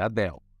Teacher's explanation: O L em inglês ele é pronunciado, não é como o nosso que tem som de U